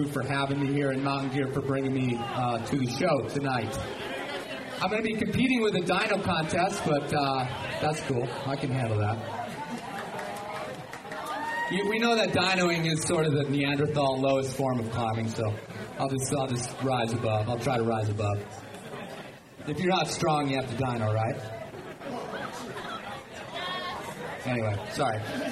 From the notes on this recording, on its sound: Fear, not loathing, in Las Vegas (Live). I get a decent recording from the live event at Mountain Gear‘s Red Rock Rendezvous. This premier climbing festival brings in hundreds for clinics, climbing, music, beer, and…well, lots of beer.